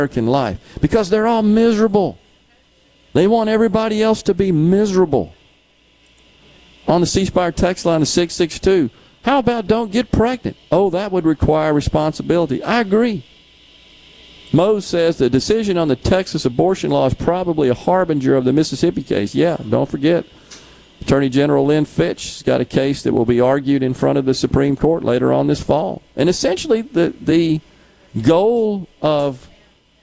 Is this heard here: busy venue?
yes